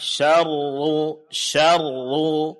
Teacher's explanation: tasdid pada ra dijelaskan dengan sedikit berikan tekanan pada makhrajnya, kemudian ditebalkan karena dia berbaris depan · Term: menebalkan huruf ra